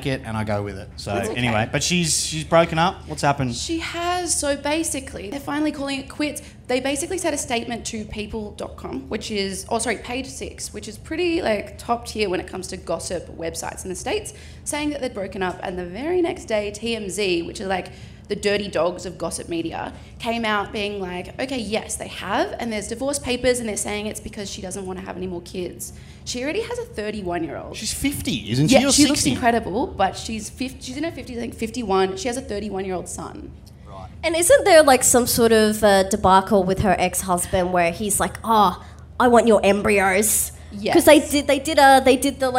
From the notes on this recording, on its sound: The Show Off LIVE From Splendour In The Grass! This week we are coming to you LIVE from Splendour In The Grass.